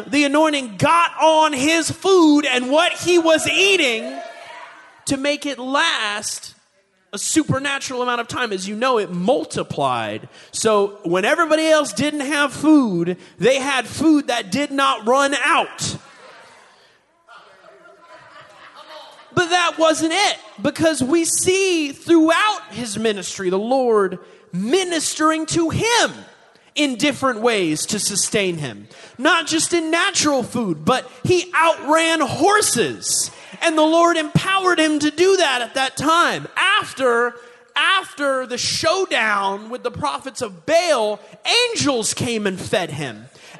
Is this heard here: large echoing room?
yes